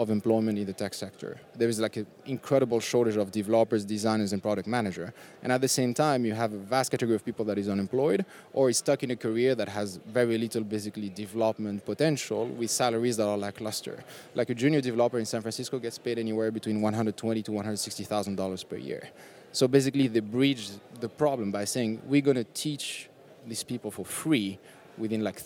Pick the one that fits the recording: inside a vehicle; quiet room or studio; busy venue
busy venue